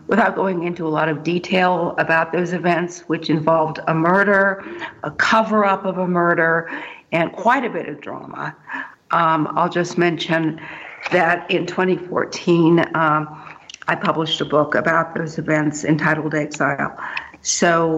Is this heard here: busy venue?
no